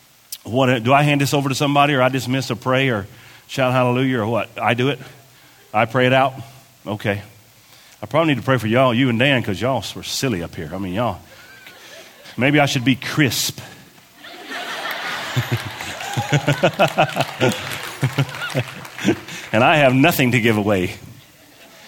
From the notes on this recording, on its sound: This was recorded at our South Campus in a meeting with parents and volunteers.